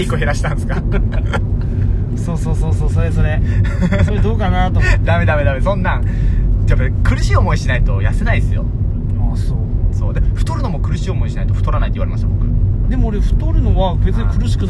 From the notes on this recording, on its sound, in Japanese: 取引先に向かう営業車の中で。